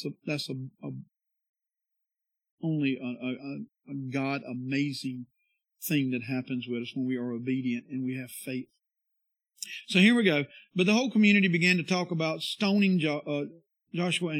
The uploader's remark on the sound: This is the sermon from our worship service on Sunday 9/4/22